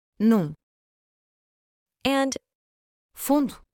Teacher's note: Lastly, the nasal vowel U is represented by the IPA symbol U, as in num, and fundo. This sound is similar to the vowel sound in food, but with nasalization.